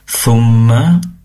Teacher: huruf mim yang bertasydid tentunya didengungkan, digunnahkan